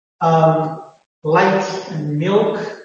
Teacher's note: the tongue rolls back in milk in most accents